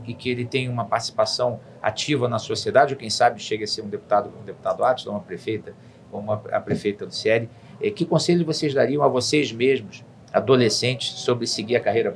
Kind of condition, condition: setting, busy venue